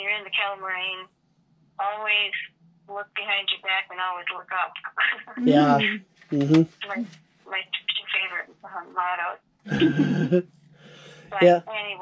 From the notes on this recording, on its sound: phone interview